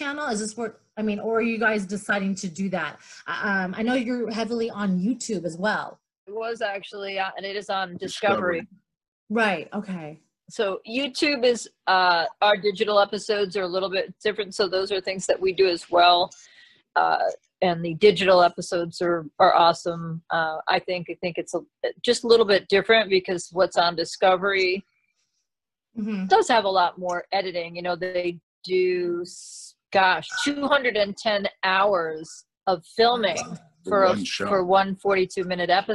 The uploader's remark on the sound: Zoom chat interview